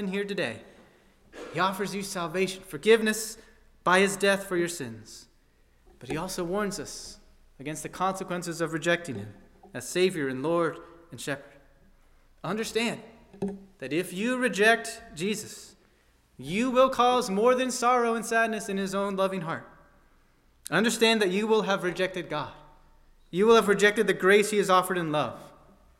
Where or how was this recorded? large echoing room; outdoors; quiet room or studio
large echoing room